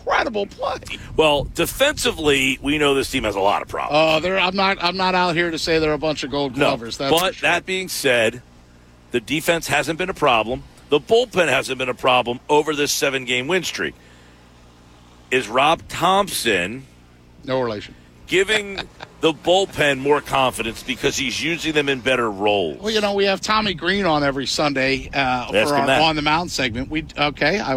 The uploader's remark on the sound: the full show live at the Shoprite LPGA Classic